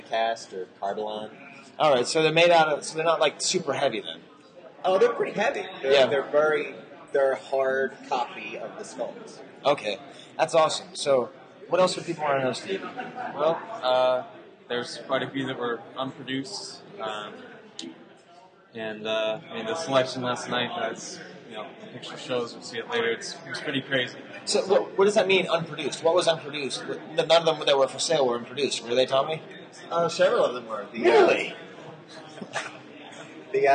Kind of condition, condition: setting, live audience